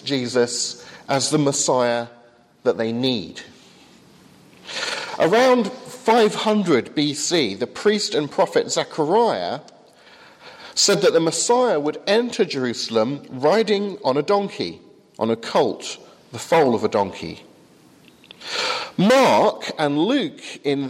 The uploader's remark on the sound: From the 8 am service at Highfield Church, Southampton.